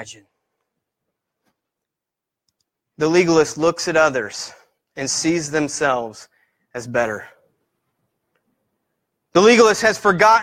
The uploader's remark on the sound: preached on 4/08/18 at Christian Fellowship Church, Peru Indiana